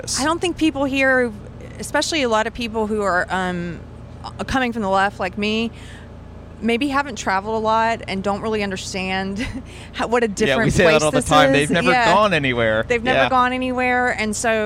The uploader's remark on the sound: At the Better Discourse Conference in Milwaukee